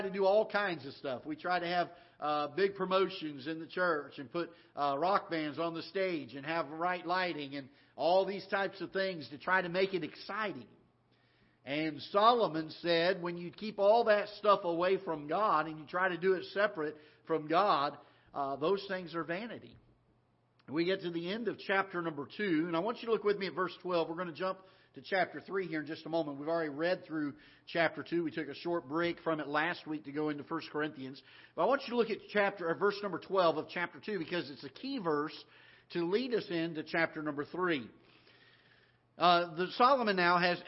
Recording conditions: large echoing room